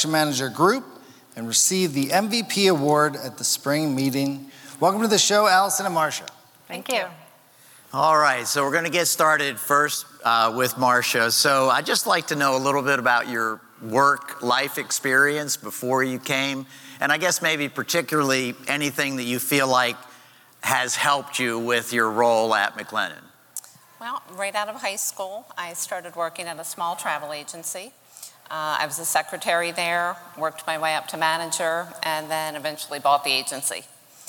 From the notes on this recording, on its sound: Live from Summit! On stage for a discussion.